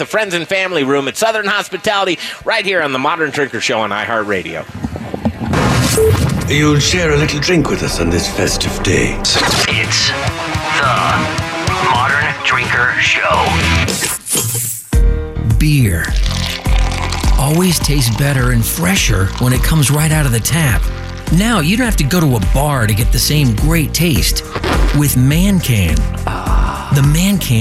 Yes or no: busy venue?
yes